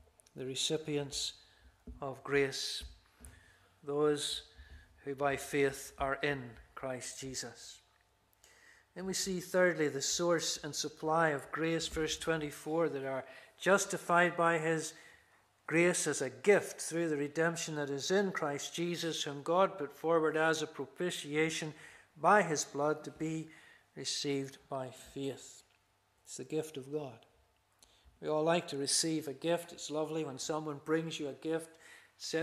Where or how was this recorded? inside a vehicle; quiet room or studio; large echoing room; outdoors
large echoing room